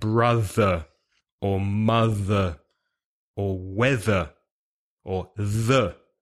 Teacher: And if you put your hand on the top of your head also, you can feel the vibration in the vocal cords when you say the, like brother or mother or weather or the · Term: sound with voice